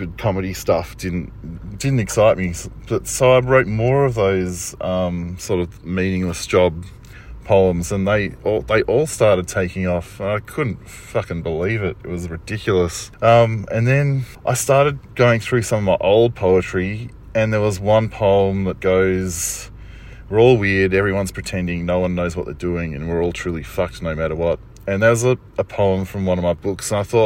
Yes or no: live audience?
no